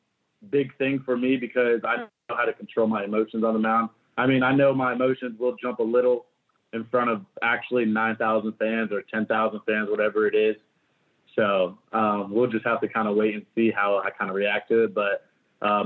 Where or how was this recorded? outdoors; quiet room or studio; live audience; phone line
phone line